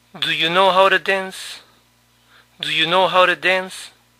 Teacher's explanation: La T de to se pronunció como nuestra R.